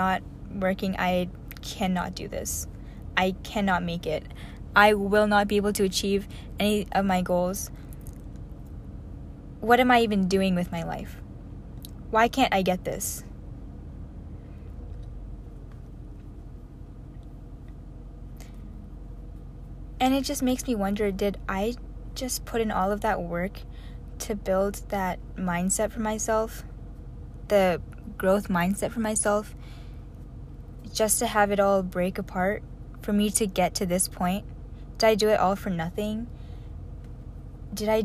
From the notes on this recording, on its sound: another one in my car